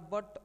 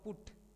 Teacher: यहाँ यू दोनों में है किंतु एक जगह इसका उच्चारण अ है और दूसरी जगह उ, यह असमानता देवनागरी में नहीं है।